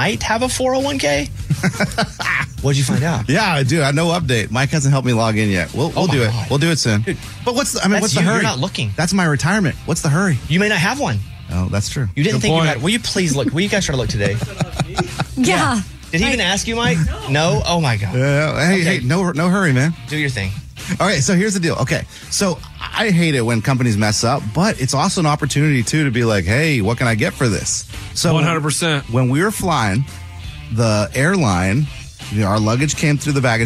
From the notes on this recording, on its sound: a former inmate called